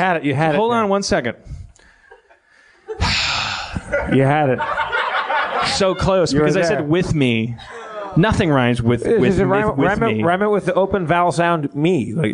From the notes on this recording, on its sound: Note: the audience was not mic'd this episode.